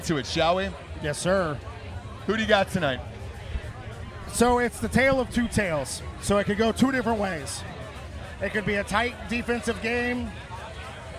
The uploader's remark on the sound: Live from Notre Dame raging with listeners.